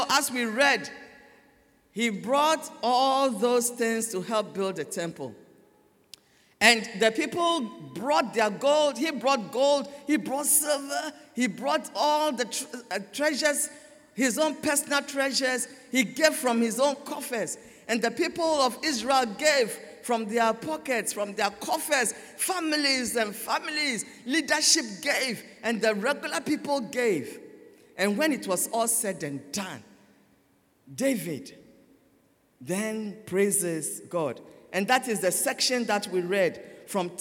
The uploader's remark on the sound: Sermon preached at CBC Shiashie Campus